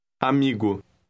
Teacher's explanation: Note that the M adds a slight nasal sound to the first part of the word.